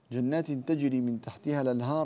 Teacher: جنات تجري من تحتها الأنهار، بنقل حركة الهمزة إلى الساكن قبلها